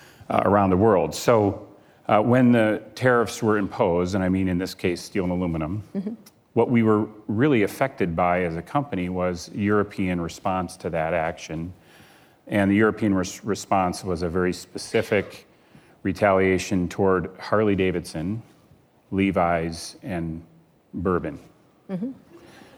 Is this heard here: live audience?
yes